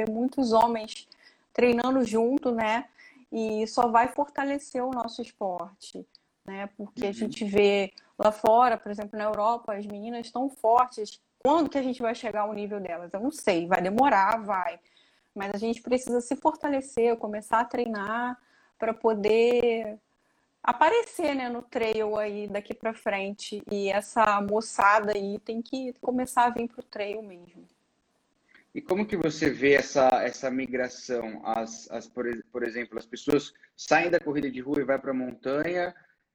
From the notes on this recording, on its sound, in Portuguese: durante uma live, que rolou em nosso Instagram